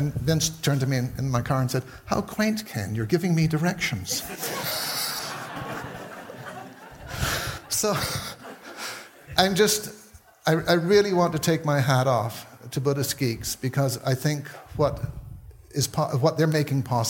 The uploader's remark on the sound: taken from the Buddhist Geeks Conference in 2012